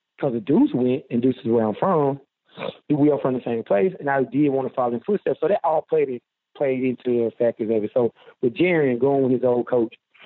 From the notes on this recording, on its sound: Joined on the Modern Woodmen phone line.